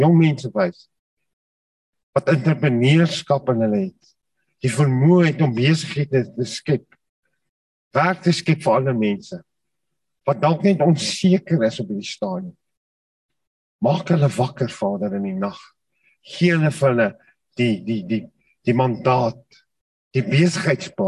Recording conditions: video call